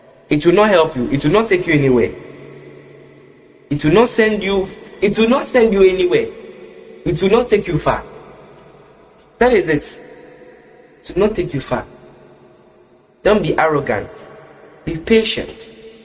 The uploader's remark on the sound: Preached at the Qodesh Family Church Leamington Family Service, LIVE from the Love Arena Church, Accra - Ghana.